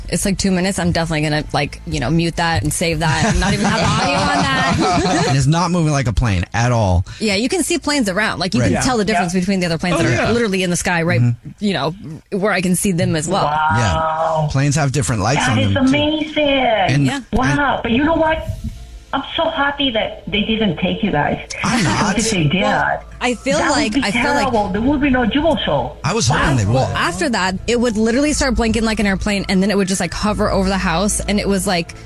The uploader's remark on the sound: Phone Prank.